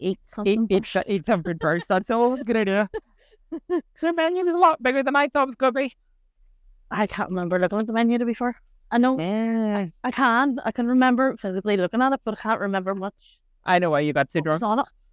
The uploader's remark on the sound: we taking our recording on and off the road